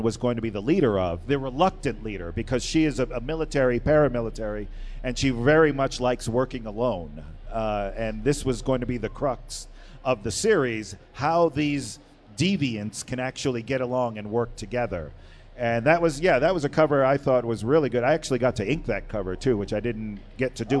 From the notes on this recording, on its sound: live from the creator stage at Denver FanExpo 2022